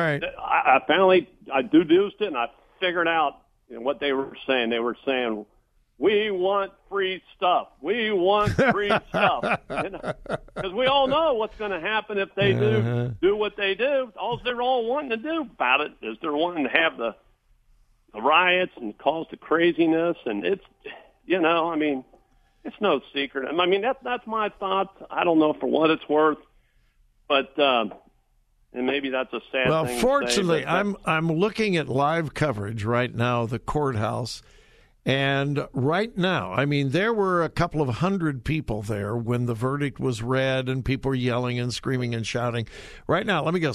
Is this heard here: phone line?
yes